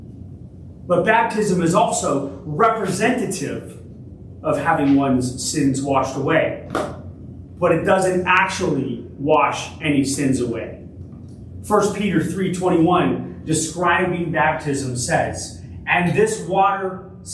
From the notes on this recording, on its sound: Originally delivered on August 20, 2023 at Crossroads Christian Fellowship in San Antonio, TX